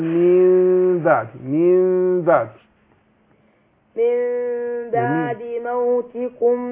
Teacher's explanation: انا سامع ميم اهي بس مخفاه، يعني بيبقى فيه انفراج يسير بين الشفتين